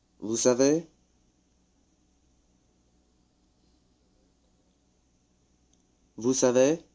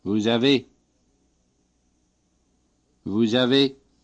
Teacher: The liaison in Vous avez has a Z sound. · Shown in: second take